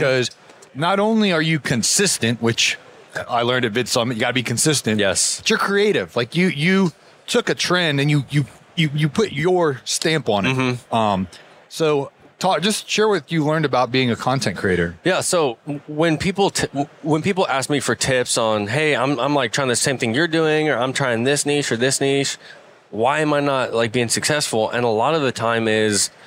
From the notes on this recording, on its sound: Live from the John Deere booth at Equip Expo 2023